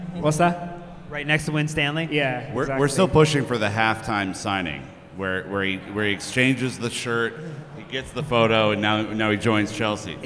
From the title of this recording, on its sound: LIVE from Philly